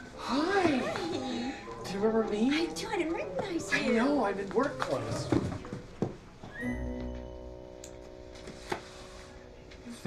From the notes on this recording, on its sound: Recorded at our Sunday gathering on November 26th, 2023 in Port Orchard WA